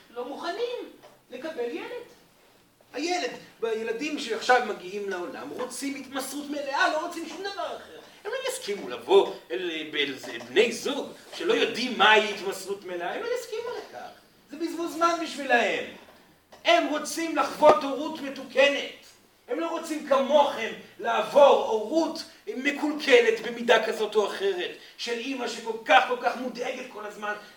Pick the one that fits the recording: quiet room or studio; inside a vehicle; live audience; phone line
live audience